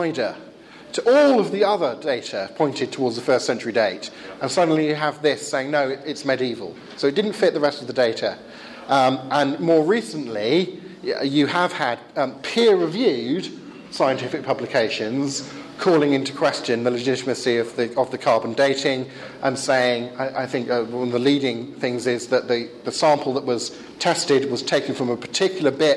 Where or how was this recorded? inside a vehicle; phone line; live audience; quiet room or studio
live audience